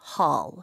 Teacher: 영어로는 홀 이렇게 입술이 동그래지지 않아요